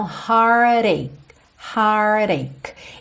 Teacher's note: Esse CH final tem esse som como se fosse um K, ok?